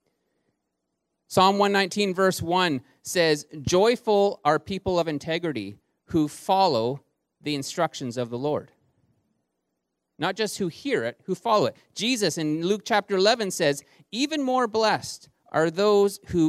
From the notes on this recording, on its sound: Recorded on January 12, 2020 at THRIVE Church Vancouver, Canada